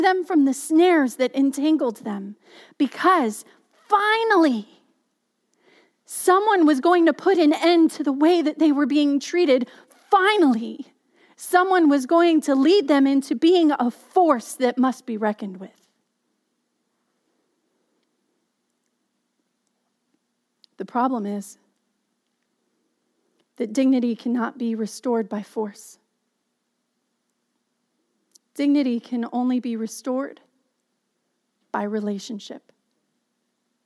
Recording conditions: large echoing room